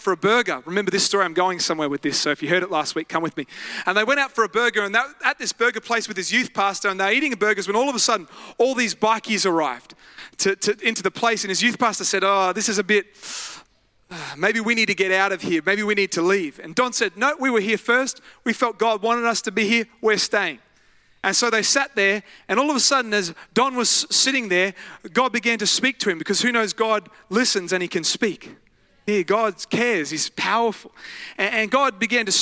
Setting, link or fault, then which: setting, large echoing room